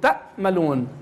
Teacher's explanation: لو قصرنا الصوت بالعين اقترب من الهمزة أصبح تأملون